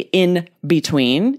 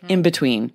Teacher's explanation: it's faster for us to have the M sound before the B · Shown in: second take · Term: assimilation